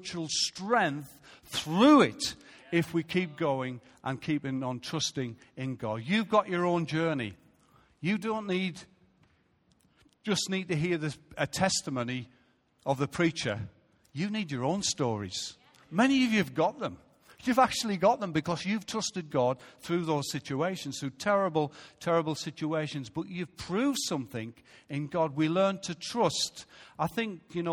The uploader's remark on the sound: Recorded live at Life Church on Sunday 30th July 2017.